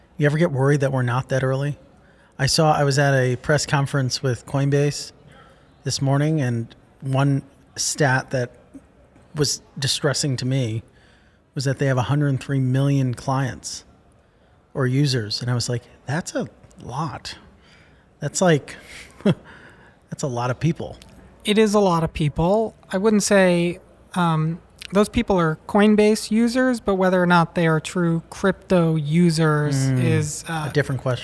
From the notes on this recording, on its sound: recorded at Messari Mainnet 2022